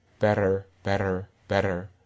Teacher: Again, to reinforce the difference between a tap and a stop or a stop plosive is that the tap is so brief that there's barely a closure at all, and so the amount of air pressure that can build up behind a tap is much more limited, and so the moment of stop is much shorter, much briefer. · I might be more likely to use a tap in the word better than I am in betting, because I'm not moving towards another R.